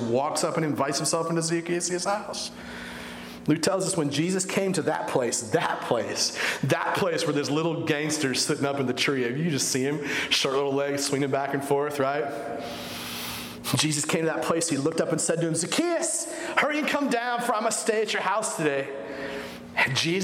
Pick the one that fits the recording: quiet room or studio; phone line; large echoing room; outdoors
large echoing room